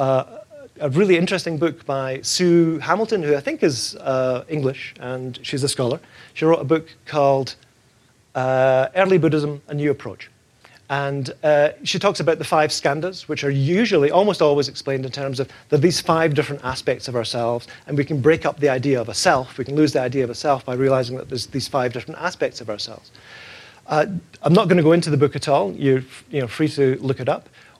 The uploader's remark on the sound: In this talk from the 2014 Buddhist Geeks Conference